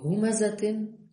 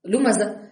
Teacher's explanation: الهاء من أقصى الحلق هاء واللام من طرف اللسان، فيكون كل من الهاء واللام متباعدين في المخرج.